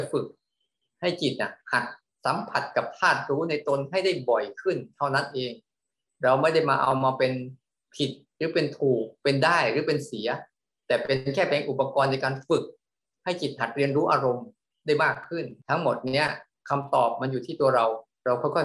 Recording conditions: video call